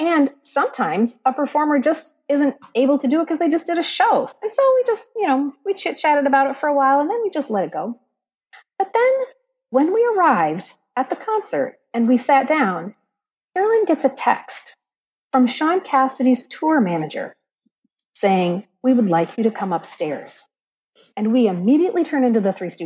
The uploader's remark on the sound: It was not recorded in our home studios with high tech microphones and sound proofing. Opened our laptops to record in hotel rooms and far-flung places. Please excuse the embarrassing sound quality.